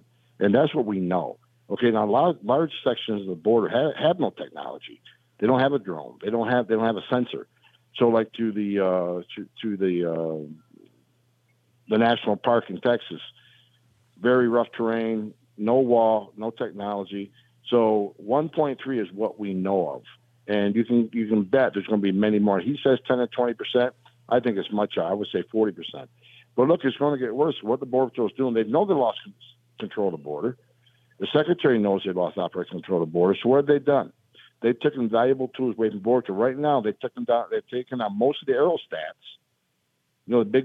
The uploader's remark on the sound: your calls in open phones across America